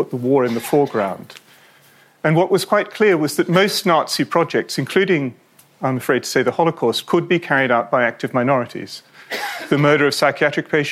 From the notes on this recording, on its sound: a talk that he delivered at our recent World War Two event in Bristol